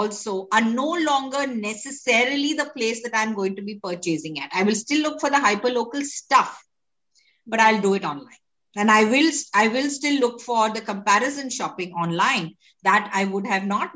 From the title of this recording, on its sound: Virtually Recorded